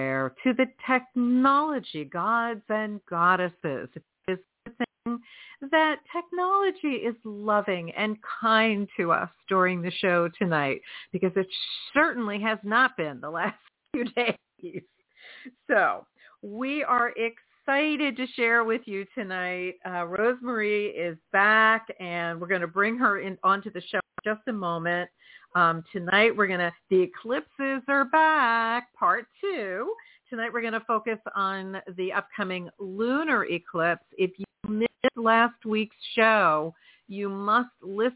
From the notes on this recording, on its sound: in response to caller’s questions